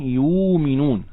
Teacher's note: قرأ ورش والسوسي وأبو جعفر بإبدال الهمزة واوا في الحالين في كلمة يؤمنون يؤمنون هكذا.